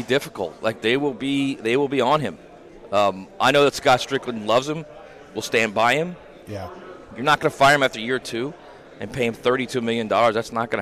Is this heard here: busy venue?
yes